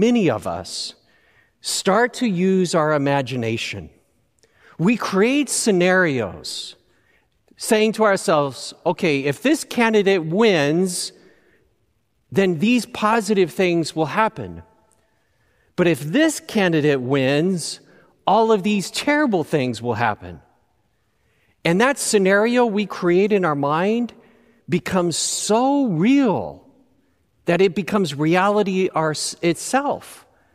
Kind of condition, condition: setting, large echoing room